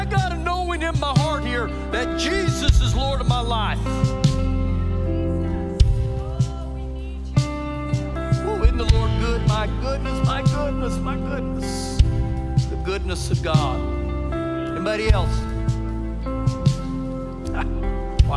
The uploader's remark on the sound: Recorded live during our Sunday morning service